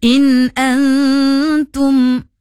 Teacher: kalau izhar ni bermaksud jelas. Jelas dan nyata tanpa dengung